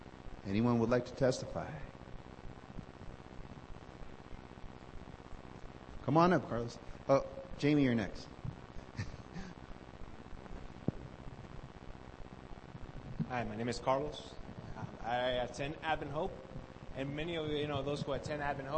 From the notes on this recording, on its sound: Due to technical difficulties, the quality of this recording is extremely poor. The voices are very soft, and significant static and hum appears during the middle of the track. However, the last 12 minutes are clear, with sufficient volume to hear.